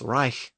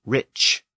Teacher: The K sound shifted forward and became a ch sound in Old English. So German has reich, where English has rich.